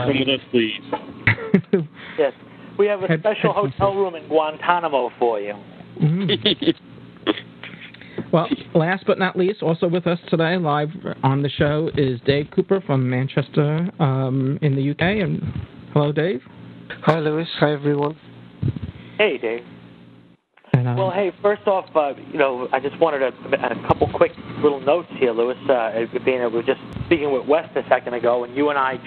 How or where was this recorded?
phone line